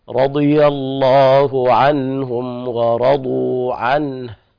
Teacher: رضي الله عنهم ورضوا عنه، هنا طبعا النون تحركت منك والهاء ما وقفت عليها بالهمس، الصواب إسكان النون والوقف على الهاء بهمسها